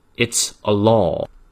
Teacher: Law 它的单元音长 o，要把它念到位。